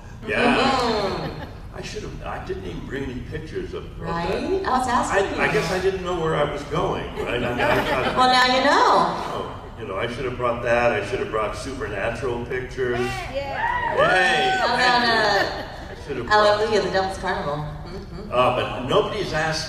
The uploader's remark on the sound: panel, Days of the Dead Atlanta, August 29, 2021